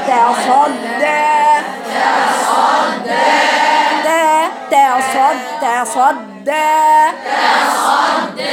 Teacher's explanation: في تصدى الدال ليست مماله، ما بقولهاش تصدى خطا، افتح الدال تصدى تصدى تصدى تصدى تصدى دا دا دا تصدى تصدى.